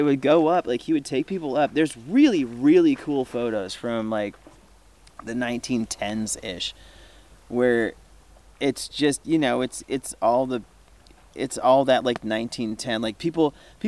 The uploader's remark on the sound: During my visit to the San Juan Islands. While enjoying a few drinks around the campfire, as you do.